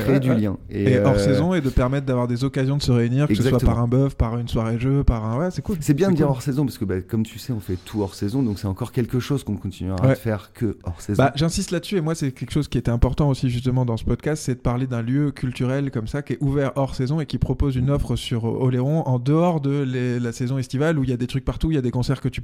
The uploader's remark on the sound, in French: Bar-restaurant "La Guitoune" à Foulerot sur l'île d'Oléron. On enregistre dans le restau, lieu historique des premières soirées Black Rackam Studio.